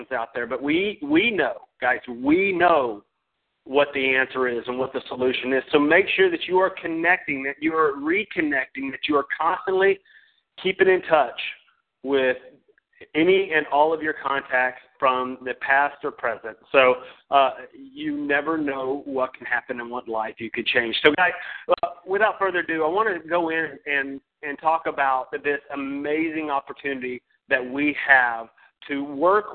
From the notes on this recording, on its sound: Team Elite Conference Call.